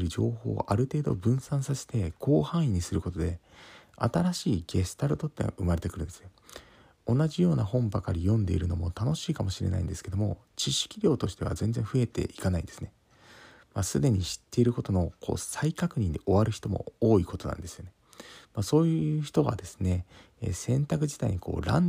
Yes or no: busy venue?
no